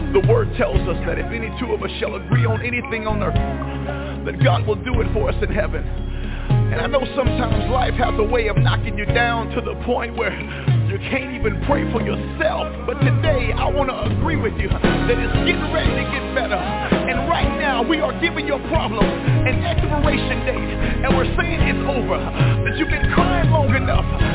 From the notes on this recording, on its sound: TNTSuperfantastic Conference Call